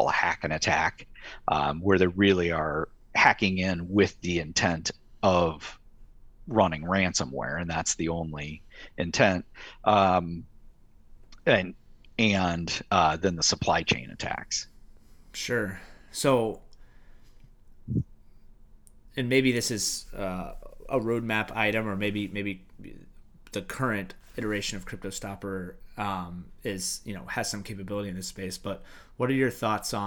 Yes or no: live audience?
no